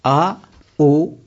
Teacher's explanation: When you mix A plus U, if you utter A and U fast, then invariably it will turn out to be O